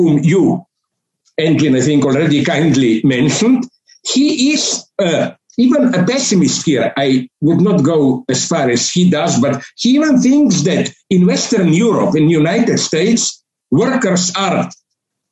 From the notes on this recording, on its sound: A talk delivered for the Kobani University in Syria via Zoom (due to covid-19 circumstances).